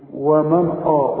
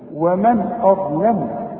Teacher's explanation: الواو والميم والنون مرققين والهمزة مرققة الضاء هي المفخمة اللام مرققة الميم مرققة · Shown in: second take